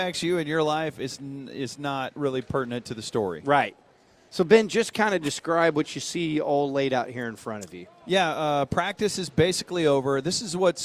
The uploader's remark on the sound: live from training camp at The Star in Frisco